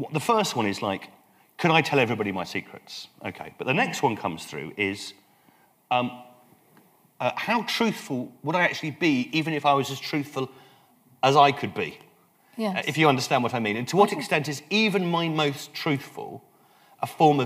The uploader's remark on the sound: Recorded on Monday 14 October, 2013 at Kings Place, 90 York Way, London N1 9AG.